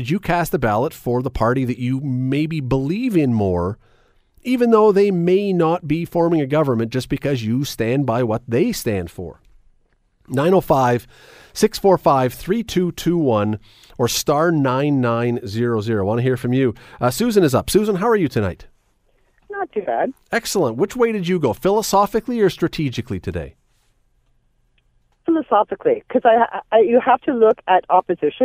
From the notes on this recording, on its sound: We opened up the phone lines to get your take!